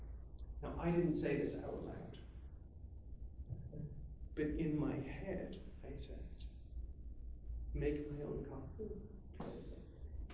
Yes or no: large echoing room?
yes